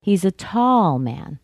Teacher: if I said, he's a tall man, I'm emphasizing he's tall, which contrasts with short.